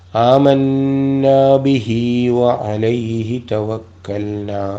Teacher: ബിഹി എന്നിടത്ത് നീട്ടണം അലൈഹി എന്നിടത്ത് നീട്ടാതിരിക്കണം